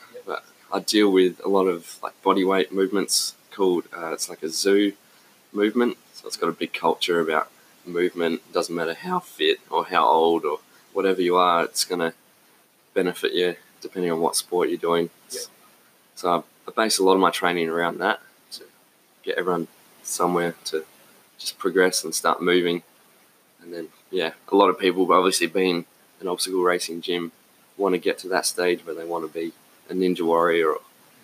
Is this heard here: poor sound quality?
yes